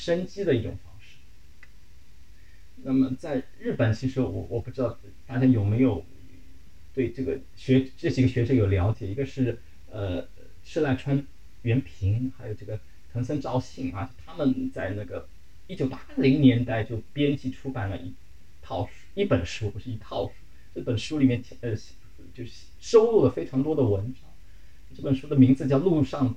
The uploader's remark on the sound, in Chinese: 录制条件所限，本期录音存在不可逆转的音质损伤